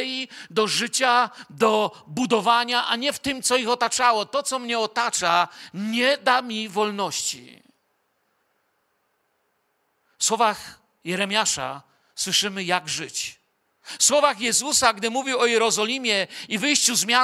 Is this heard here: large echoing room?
yes